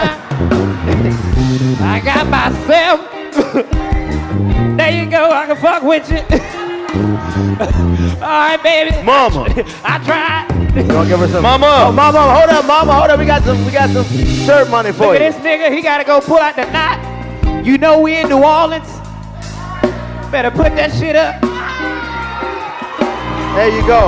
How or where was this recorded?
live audience